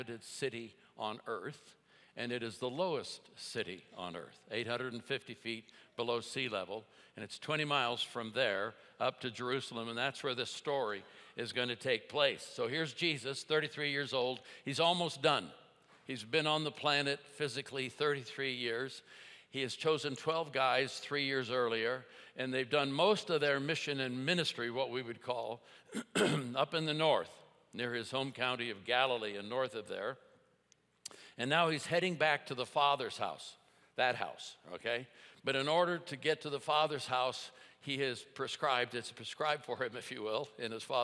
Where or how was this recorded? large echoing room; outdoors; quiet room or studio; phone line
large echoing room